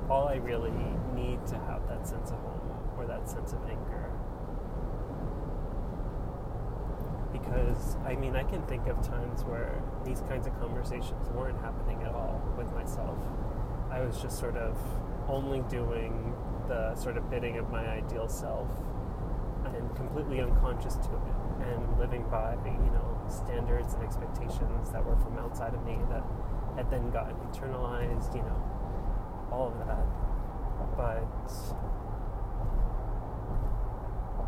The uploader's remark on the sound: Recorded while driving on the New Jersey Turnpike.